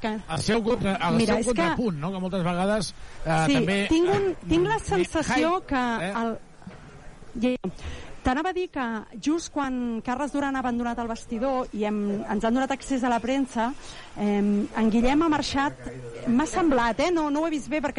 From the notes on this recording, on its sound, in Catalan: Transmissió en directe del partit Joventut vs Surne Bilbao.